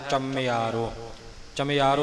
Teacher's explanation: ਚੰਮਿਆਰੋ ਚੱਚੇ ਤੇ ਟਿੱਪੀ ਦੀ ਆਵਾਜ਼ ਦੇ ਕੇ ਬੋਲਣਾ ਹੈ